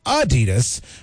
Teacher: It's supposed to be Adidas with a slight emphasis on the first syllable, not the Adidas that we tend to say it.